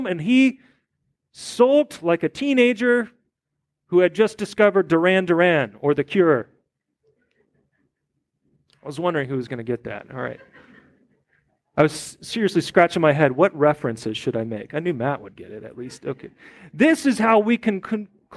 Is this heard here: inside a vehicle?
no